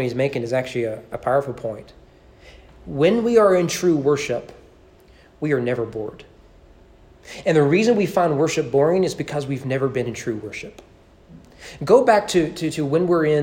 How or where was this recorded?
large echoing room